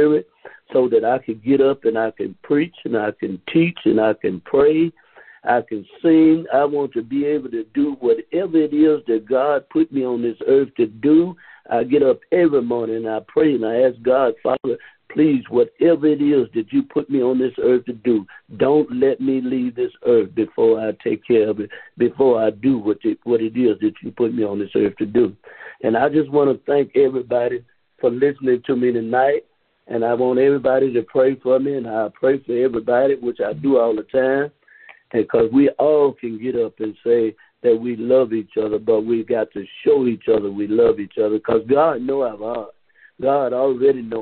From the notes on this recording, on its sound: New Years' Service Conference Call.